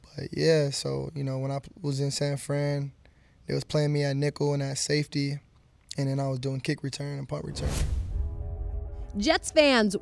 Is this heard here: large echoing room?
no